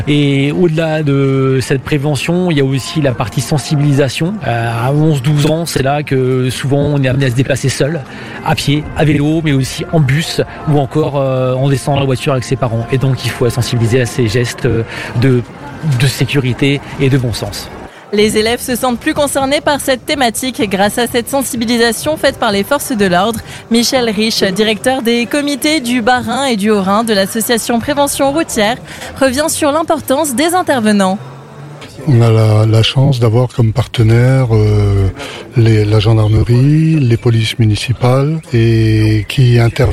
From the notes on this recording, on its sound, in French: Dans le cadre de la fête de la musique, ce mercredi 21 juin 2023, AZUR FM a délocalisé ses studios. En direct depuis la place d'armes (scène brasserie le fox) dans le cadre de la fête de la musique. Duplex depuis la scène du forum à Haguenau.